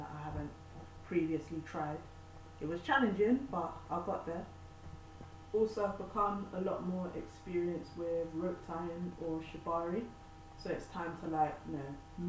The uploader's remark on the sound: Apologies about the sound quality towards the end.